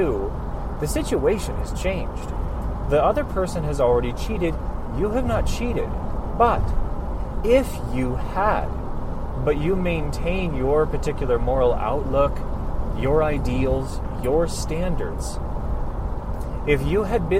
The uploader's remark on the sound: apologies for the poor recording quality due to noise